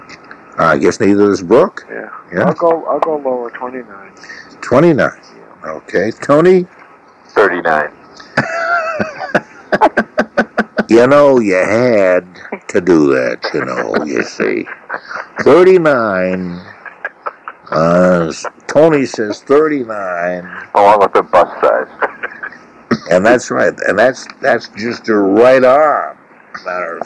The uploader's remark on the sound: I’m producing and on the phone from MC.